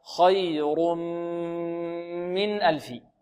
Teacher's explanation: بغنة، لأن الميم من حروف ينمو، حروف ينمو، إدغام بغنة، هكذا خي رم رم. التنوين يصير ميما بإدغام في الميم، ينقلب ميم ويدغم في الميم، هكذا خير من ألف.